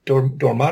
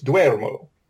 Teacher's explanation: in several of the Romance languages, stressed mid-vowels got turned into diphthongs · Shown in: second take